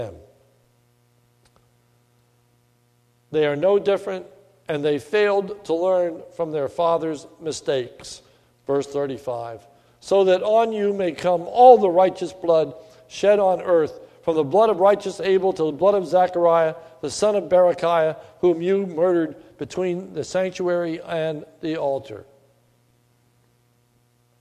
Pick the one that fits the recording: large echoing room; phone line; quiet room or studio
large echoing room